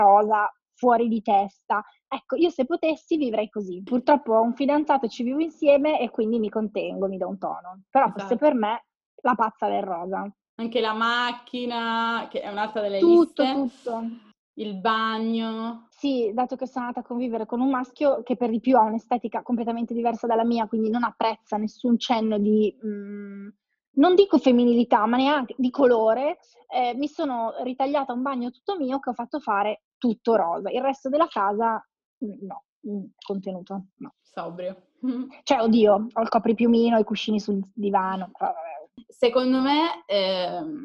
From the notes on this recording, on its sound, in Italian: Chiacchierate al telefono registrate con alcune persone speciali.